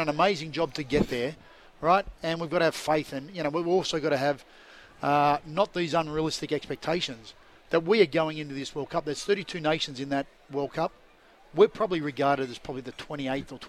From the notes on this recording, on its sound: live from Toowoon bay surf lifesaving club for their annual ocean swim